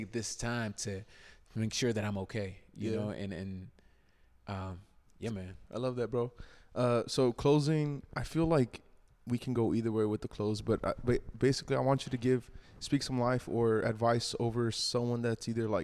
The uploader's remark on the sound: Recorded at Tulsa's very own Black Label Men's Grooming